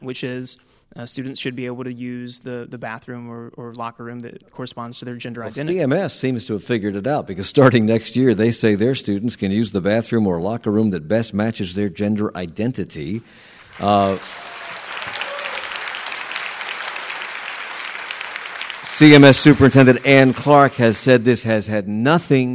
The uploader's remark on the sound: We discuss this and more during a WFAE Public Conversation. This public forum was recorded in front of a live audience at McGlohon Theater.